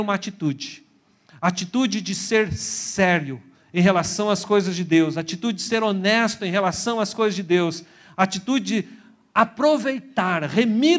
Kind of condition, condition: setting, large echoing room